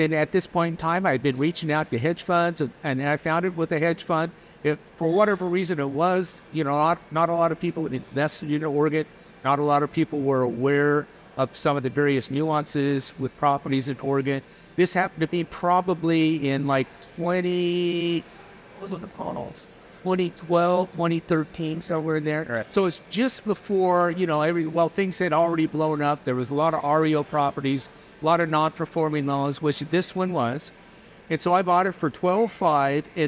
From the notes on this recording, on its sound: recorded at DME 2023